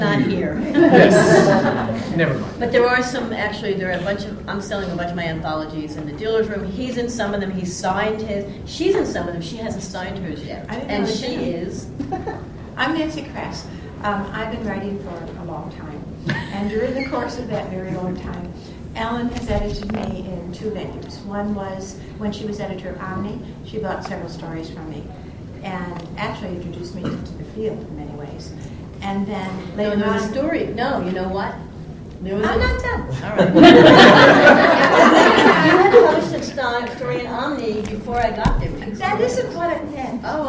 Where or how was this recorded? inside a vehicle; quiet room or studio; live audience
live audience